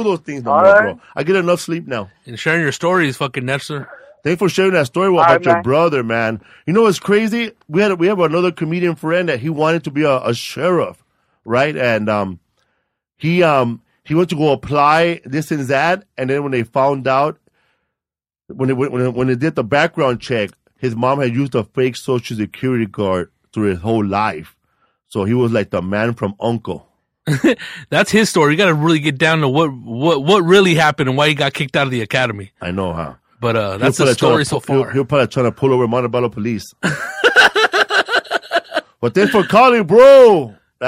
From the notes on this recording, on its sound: We did another call-in show today.